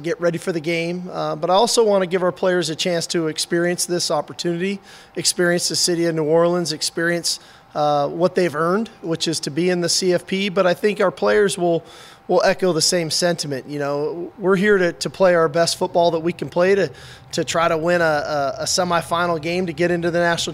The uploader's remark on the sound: Sugar Bowl Press Conference. Takes to the podium.